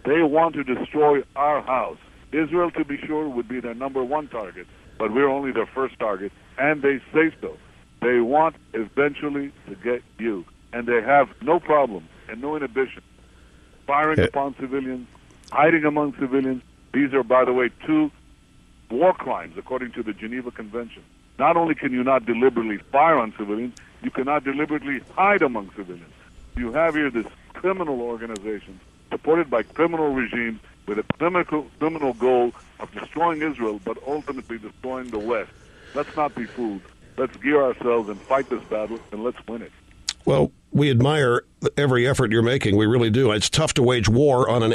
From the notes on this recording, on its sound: on the phone with us from his Knesset office in Jerusalem